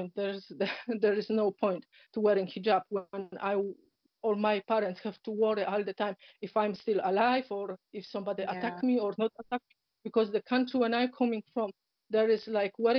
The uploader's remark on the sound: Apologies for the break up in sound they were due to poor internet connection.